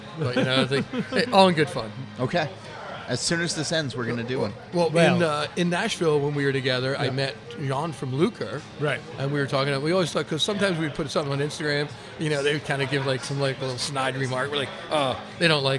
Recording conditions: busy venue